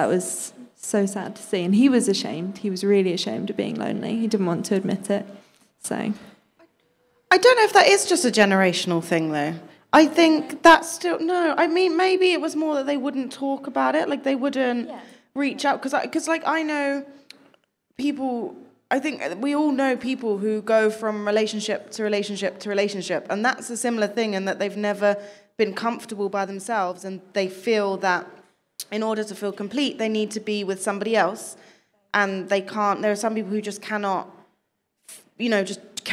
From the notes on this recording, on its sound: Live event recording with guests. We hosted our first ever event and did our first ever live podcast recording.